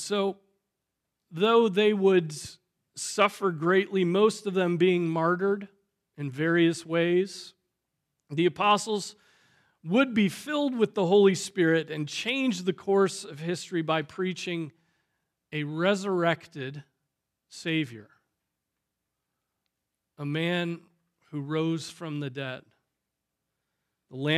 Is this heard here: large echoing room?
yes